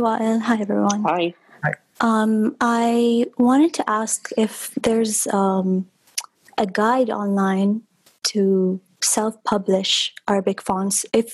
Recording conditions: video call